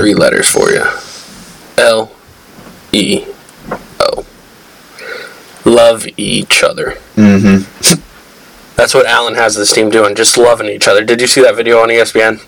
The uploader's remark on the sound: Sorry for the minor hum.